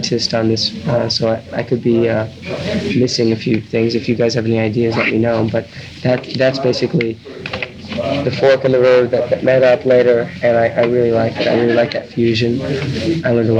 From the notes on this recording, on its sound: Even at the end of this interview, while the reporters were packing up, an overheard remark “he was high on something”. A little tough to hear in spots because it’s done only as a record for reference, amid a lot of background chatter.